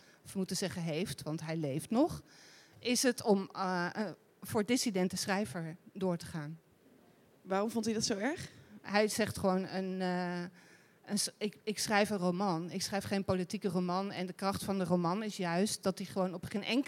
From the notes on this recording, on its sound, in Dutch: De Groene Amsterdammer viert haar 145-jarige bestaan, en op het lustrum in ITA namen wij live een aflevering van Boeken FM op.